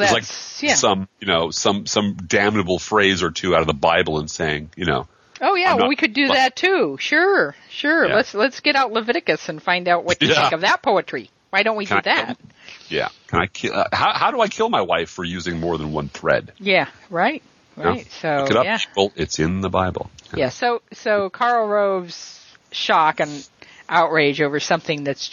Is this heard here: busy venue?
no